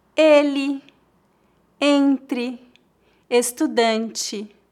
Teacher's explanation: Note que a vogal E é nasalizada quando seguida pelas letras N ou M. Em final de palavras, a letra E é pronunciada como um I fraco